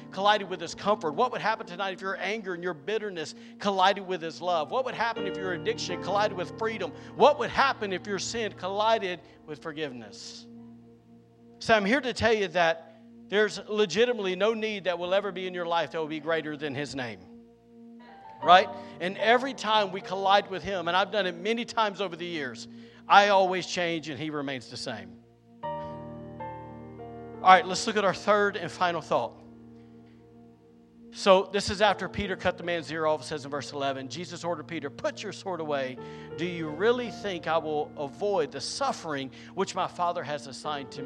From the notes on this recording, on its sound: was recorded on Saturday, April 8th, 2023, during Easter evening service at The Anchor Church in Rockport, Maine